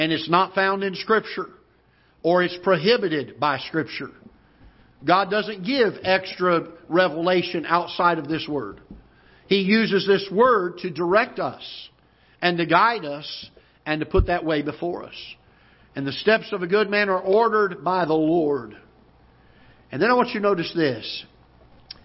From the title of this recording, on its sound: Ketha Heights Baptist Church ~ Live Broadcast